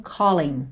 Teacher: quando a gente tem calling, o final é ing, mas o g não é pronunciado, a gente não diz calling, e sim calling, certo? · Term: in apóstrofo